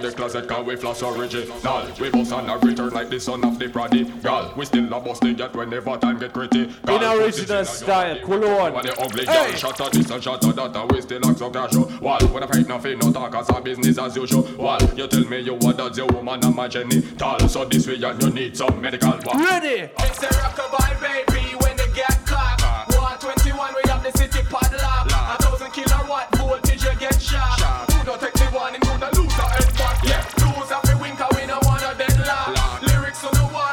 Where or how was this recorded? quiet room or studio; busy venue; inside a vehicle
busy venue